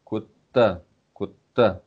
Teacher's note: Это Д, но они оглушенные. То есть мы Д хотели сказать, но передумали и сказали Т. И получается так.